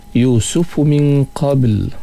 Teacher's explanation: bacaan dengan ikhfa, dengung, nun mati berjumpa dengan qaf. Qabl berserta dengan qalqalah sughra juga di tengah kalimah.